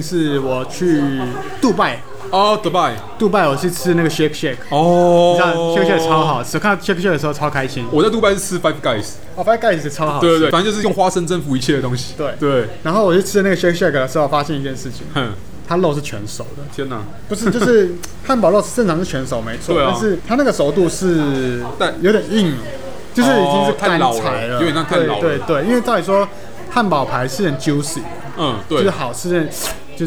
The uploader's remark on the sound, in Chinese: 本集白噪音指數：微風級 2/5。錄音地點：李亭香。